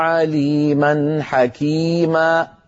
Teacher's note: خرجت همزة، ما سبب خروج هذه الهمزة؟ تعمدي إقفال الوترين